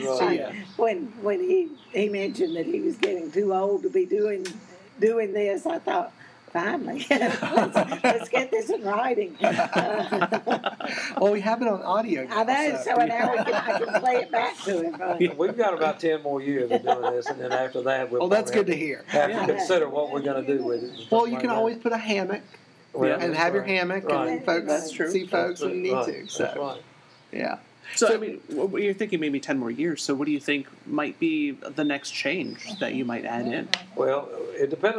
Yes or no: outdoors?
yes